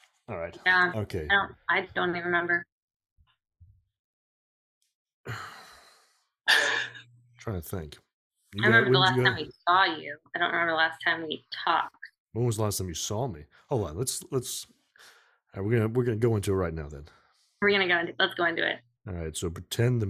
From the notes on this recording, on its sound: Another Zoom call with two people this time.